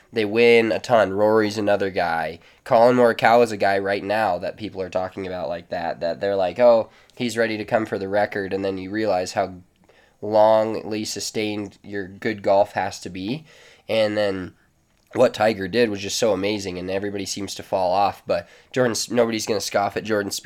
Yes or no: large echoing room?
no